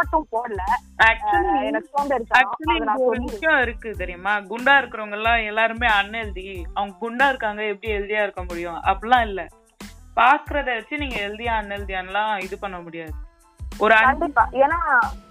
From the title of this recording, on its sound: Random phone call